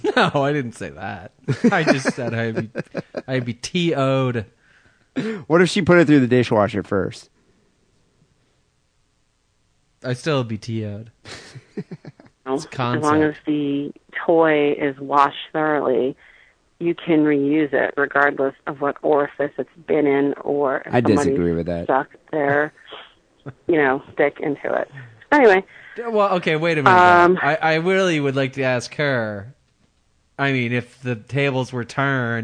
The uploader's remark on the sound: Phone calls and listener email.